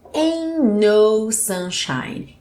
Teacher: Esse T do ain't some e a gente liga os dois N's.